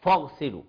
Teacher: فإما يفخم الفاء مع الغين وإما يرقق الغين مع الفاء